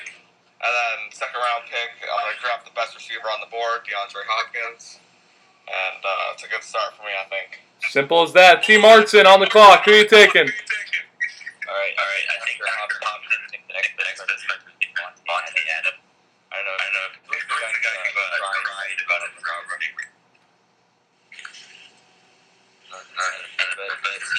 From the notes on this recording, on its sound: we tried a new app for group audio today, and unfortunately we experienced several technical difficulties